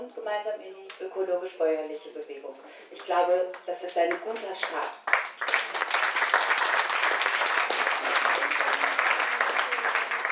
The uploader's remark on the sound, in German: Demo Hannover 10.Nov.2012, Teil 4 a - Talkrunde in der Marktkirche. Stellungnahmen und Fragen aus dem Publikum.